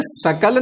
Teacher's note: जैसे बिहार में श को दंत्य हो या मूर्धन्य हो, सभी को दंत सकार बोल देते हैं, क्योंकि दंत सकार थोड़ा सरलता से उच्चारण हो जाता है